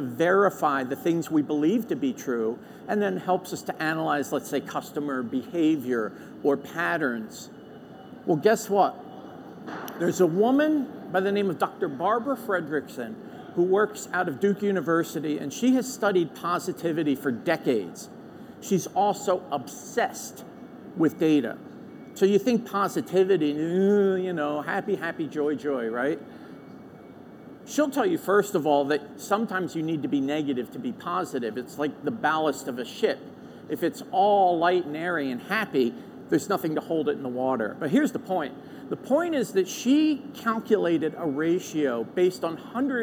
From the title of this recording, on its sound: LIVE FROM MONEY 20/20